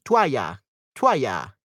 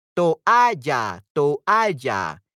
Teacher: in Mexican and Spanish, it's a two-syllable word, but in standardized Spanish, it's a three-syllable word.